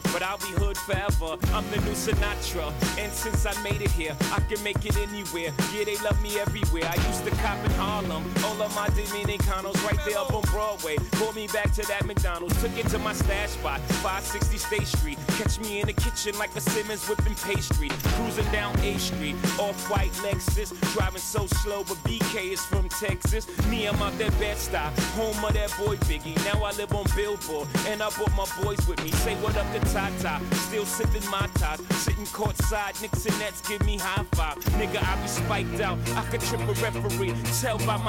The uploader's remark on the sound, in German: Ist mit dem Field Recorder in New York und nimmt die Hörer:innen mit in die U-Bahn, auf einen Spaziergang durch Manhattan in den Central Park und eine Fähre über den East River.